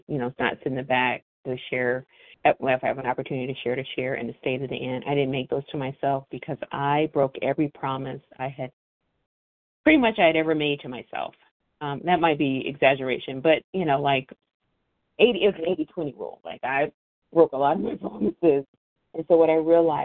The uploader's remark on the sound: from the 100 Pounders Phone Meeting